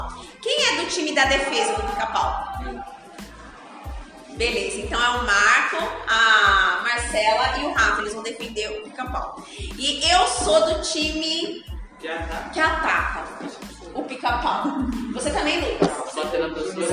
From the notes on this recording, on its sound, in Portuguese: Os alunos gravam seu primeiro episódio, deixamos na íntegra afim de mostrar os erros e dificuldades de gravação.